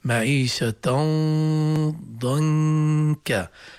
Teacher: معيشة ضنك فيها مسألة كثير هامة في الإخفاء، الإخفاء مع الغنة مفخمة ولا مرققة بحسب اللي بعدها، معيشة ضنك، التنوين عند الضاء غنته مفخمة، النون عند الكاف غنته مرققة